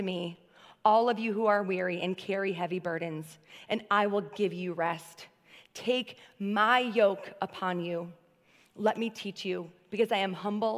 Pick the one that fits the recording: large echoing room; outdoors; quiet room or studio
large echoing room